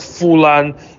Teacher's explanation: так же, как хунаньцы, да, говорят «фулан», а не «хунан». И для них именно согласные звуки не такие главные, как тоны.